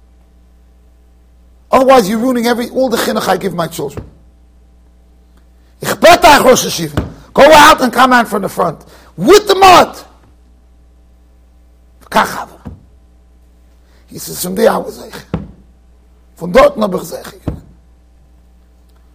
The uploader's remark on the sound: Shiur recorded in Yeshivas Ohr Reuven, Monsey NY.